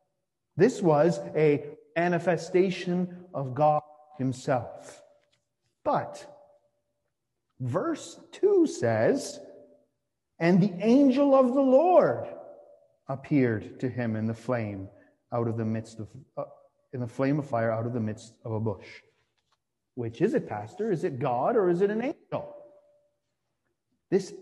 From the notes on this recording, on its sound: Sermon delivered on Midweek Vespers for the First Week in Advent.